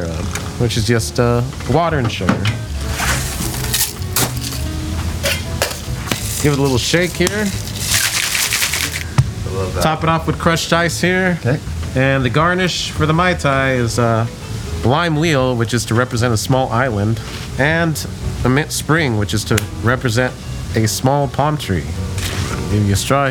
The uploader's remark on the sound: San Francisco Cable Car Crawl. With the wind in your hair, the bells ringing and track rattling. Join us for a whirlwind journey, recorded on location, celebrating 150 years and counting of San Francisco’s cable cars. We’ll find a hidden music studio above a gift shop in Chinatown, and listen to a performance of a GuZheng, a more than 2,000-year-old traditional Chinese instrument.